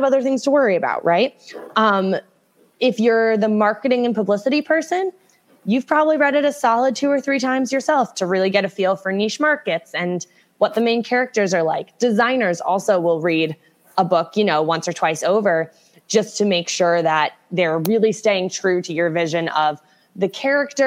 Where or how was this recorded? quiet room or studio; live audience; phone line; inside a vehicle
live audience